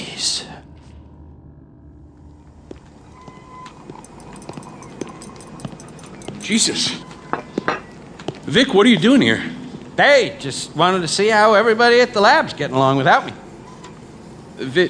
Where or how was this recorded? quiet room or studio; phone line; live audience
live audience